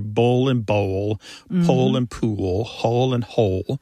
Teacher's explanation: And that L at the end of the syllable is what is known as a dark L. So the physical act of pronouncing that dark L kind of requires the back of the tongue to raise toward your soft palate. And that movement of the tongue pulls the vowel that comes before the L in a new direction.